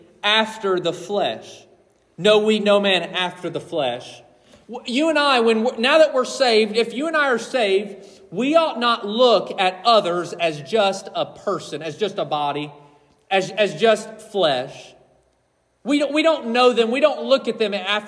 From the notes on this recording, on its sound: This message was preached on December 31, 2023.